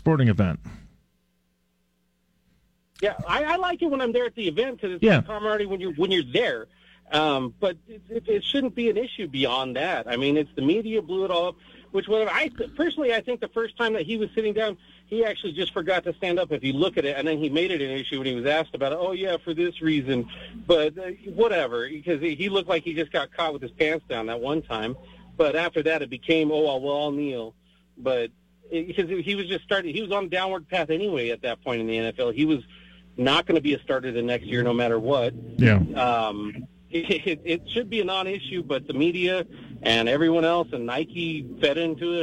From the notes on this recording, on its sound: Takes your phone calls on News Radio KKOB.